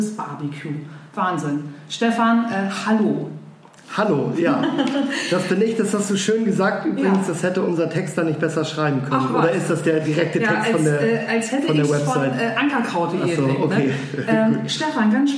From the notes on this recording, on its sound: Eat.share.live - restart 2019.